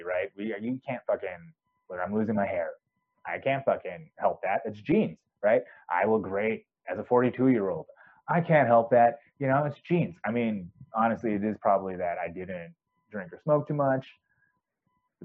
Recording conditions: poor microphone